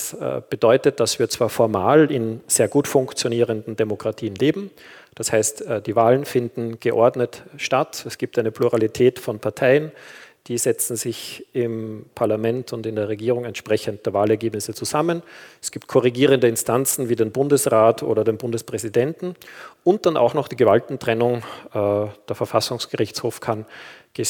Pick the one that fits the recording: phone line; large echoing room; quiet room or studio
large echoing room